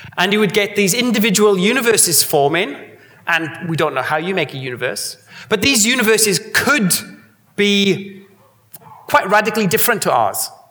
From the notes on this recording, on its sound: A Sydney Ideas event held on Thursday 16 August, as part of 2018 Sydney Science Festival.